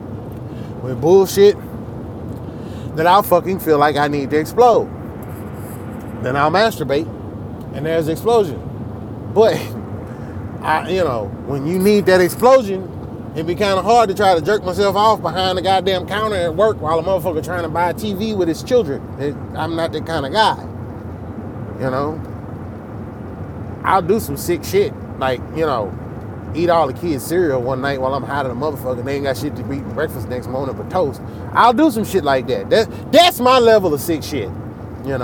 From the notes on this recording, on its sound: I'm coming to you live on the road to OKC.